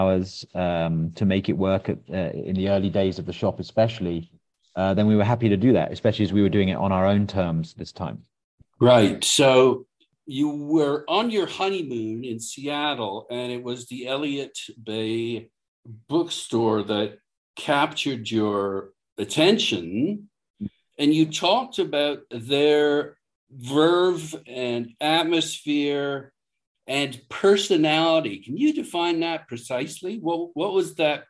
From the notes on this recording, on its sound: We spoke via Zoom